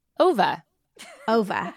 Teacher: Instead of an er, we're going to go for ah. Ah. Over.